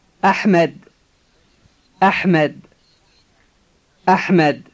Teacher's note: The H in the name is the heavy, strong type.